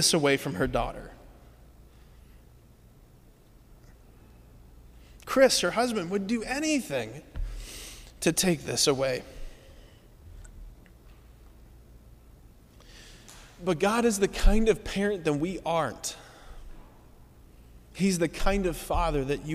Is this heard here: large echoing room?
yes